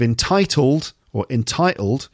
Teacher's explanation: we pronounce the first T because it's in the stressed syllable. The second T becomes a glottal stop because it's in the unstressed syllable and follows a vowel sound.